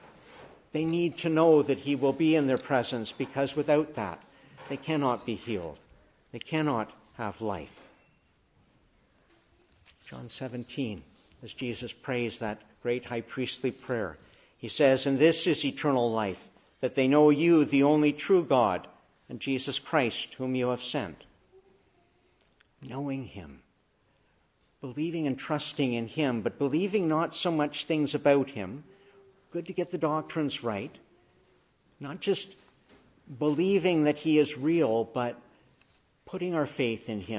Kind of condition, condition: setting, large echoing room